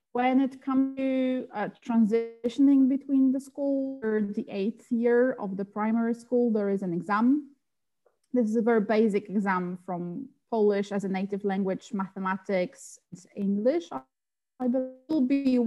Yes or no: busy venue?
no